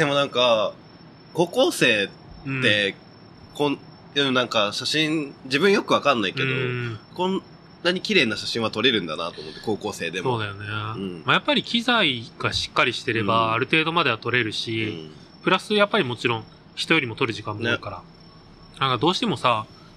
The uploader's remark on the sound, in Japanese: 今日は初の屋外収録でハッシュタグ回をお送りします。屋外なのにだいぶノイズを減らせたみたいです。